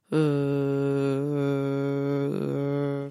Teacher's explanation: Faktisk kan man godt mærke brummelyden nede på halsen, hvis man lige mærker efter. Der øverst på halsen, ligesom vi gjorde før.